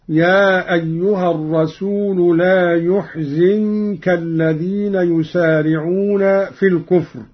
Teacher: قرأ قالون بضم الياء وكسر الزاي هكذا: يا أيها الرسول لا يحزنك الذين يسارعون في الكفر، من أحزن رباعيا.